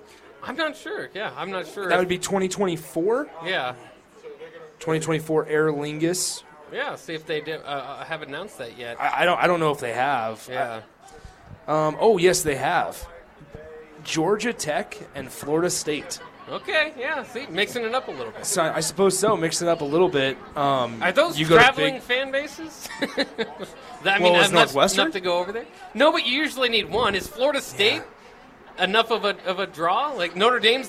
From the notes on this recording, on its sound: College Football Notes (LIVE FROM CEDARS).